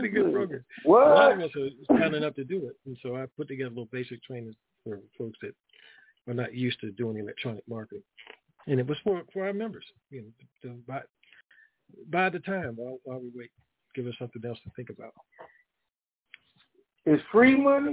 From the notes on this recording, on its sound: TNTSuperfantastic Conference Call